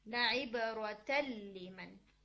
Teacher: नून साकिन के बाद लाम आएगा तो आप नून नहीं बोलेंगे, आप नून को लाम बना देंगे। राइट, तो यहां पर नून लाम बन गया, लाइबरतल्लिमन, ठीक है।